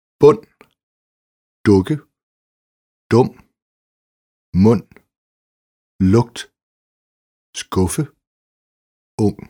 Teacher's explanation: Kort u som å. Udtales som kort å-lyd, næsten som i det svenske gå.